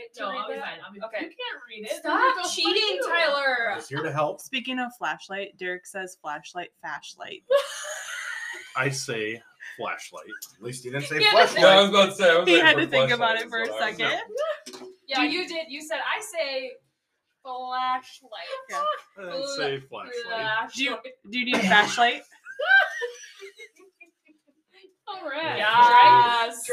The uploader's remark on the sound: Sorry for the sound quality issues, we were too busy looking into each other's eyes to care.